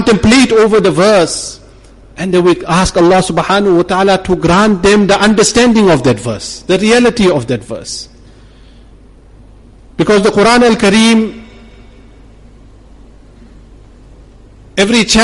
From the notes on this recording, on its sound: Jumuah lecture at Umhlanga Masjid.